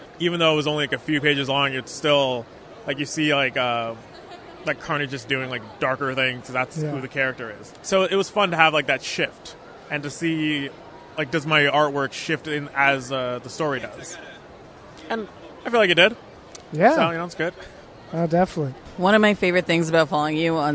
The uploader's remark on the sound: Recorded at Fan Expo Canada